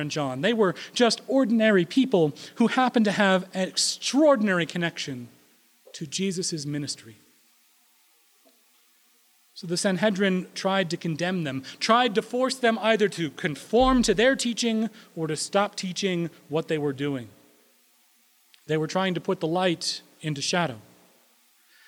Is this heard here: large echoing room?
yes